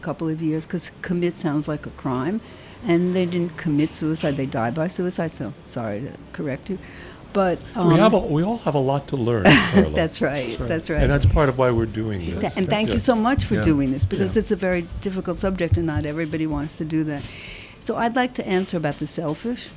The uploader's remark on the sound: This BCR program was recorded in May 2023 at Gebhard's Beer Culture Bar in the UWS of Manhattan. This BCR program was recorded in May 2023 at Gebhard's Beer Culture Bar in the UWS of Manhattan.